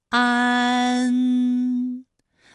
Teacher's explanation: 起点元音是前低不圆唇元音啊，舌尖抵住下齿背，舌位降到最低，软腭上升，关闭鼻腔通路啊 · Term: 前鼻韵母